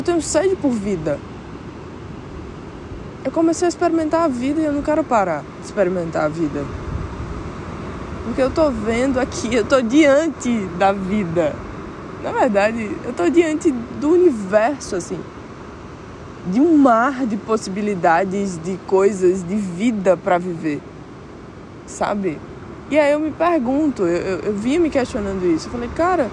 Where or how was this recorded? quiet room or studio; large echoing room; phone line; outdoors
outdoors